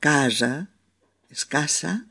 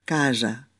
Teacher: al ir entre dos vocales es sonora